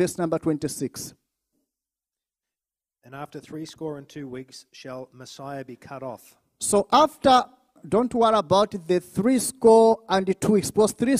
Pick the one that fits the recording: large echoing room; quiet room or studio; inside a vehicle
large echoing room